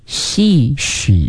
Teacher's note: She 别卷舌，你刚刚发的有一点湿的这个音了 · Term: 平舌音